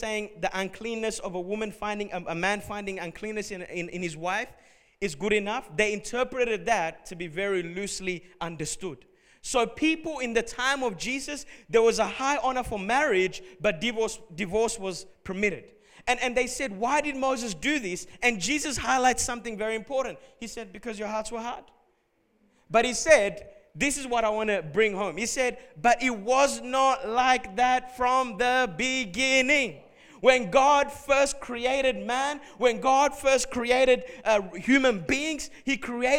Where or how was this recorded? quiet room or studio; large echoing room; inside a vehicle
large echoing room